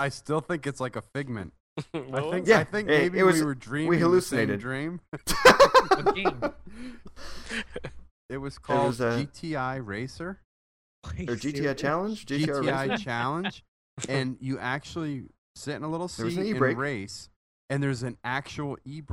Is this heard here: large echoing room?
no